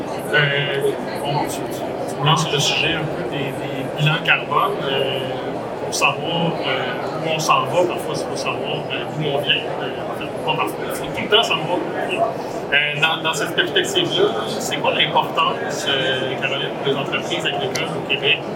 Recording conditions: poor sound quality